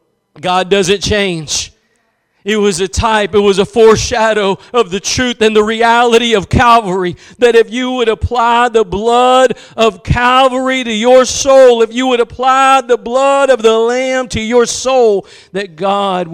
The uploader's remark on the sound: Preached at Gospel Lighthouse in Bossier City, La.